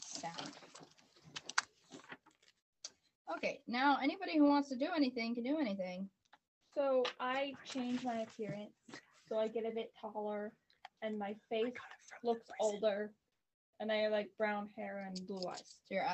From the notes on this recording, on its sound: Once again, we had to record differently. The audio quality, once more, isn't as great as I would like it to be.